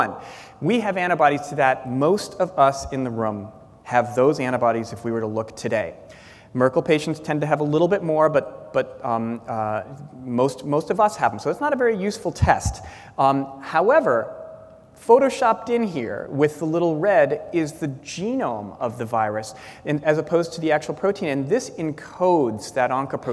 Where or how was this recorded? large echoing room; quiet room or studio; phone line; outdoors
large echoing room